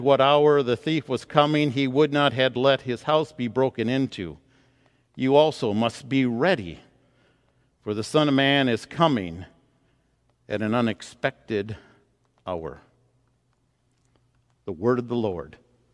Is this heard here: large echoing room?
yes